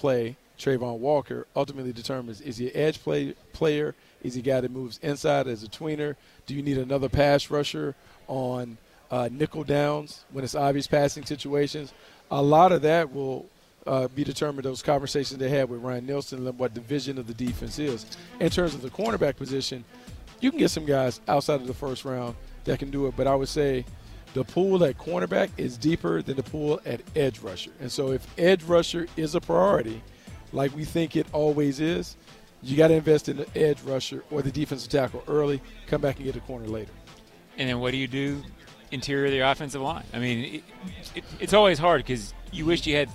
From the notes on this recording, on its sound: live from the NFL Combine